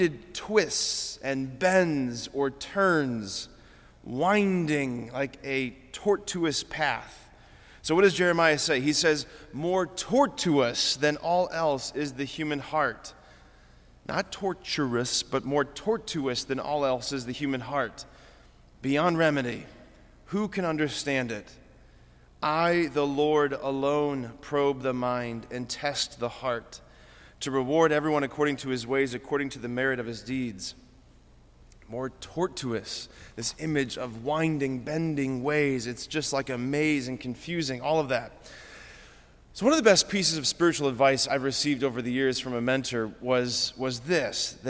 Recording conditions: large echoing room